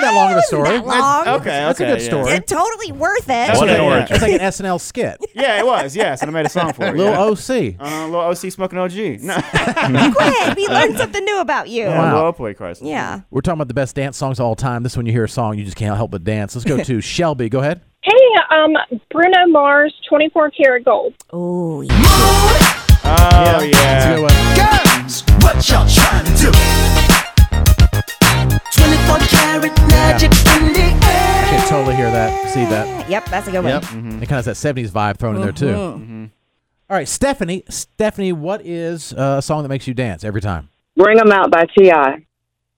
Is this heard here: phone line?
yes